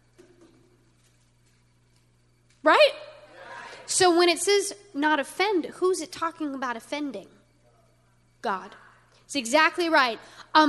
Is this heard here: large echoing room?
yes